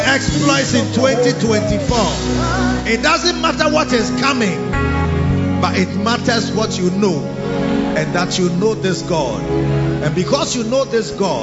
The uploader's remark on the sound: Preached at the He Gave Gifts Unto Men Convention (Day 2 Session 1) - The Makarios Cathedral, HQ.